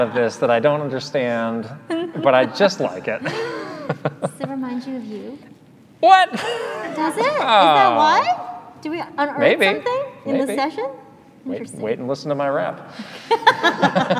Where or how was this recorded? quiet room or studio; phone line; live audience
live audience